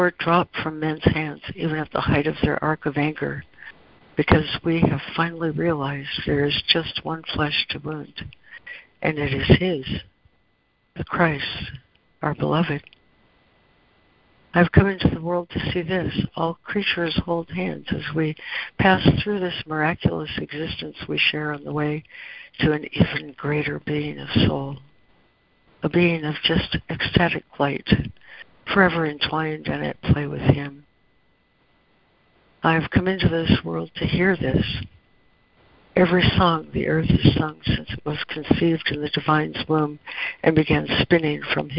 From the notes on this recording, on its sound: ACIM Daily Conference Call